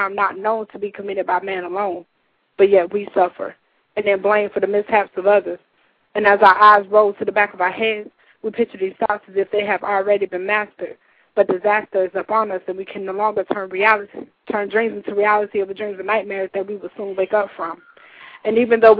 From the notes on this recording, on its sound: The January edition of our open reading featured callers from Tacoma Park, Maryland, Sioux City, IA. Please ignore all the wrong buttons I pressed.